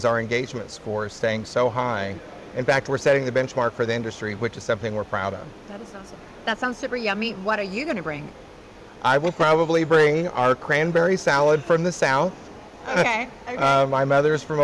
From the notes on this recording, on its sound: It’s an Interview in Action live from the 2023 CHIME Fall Forum.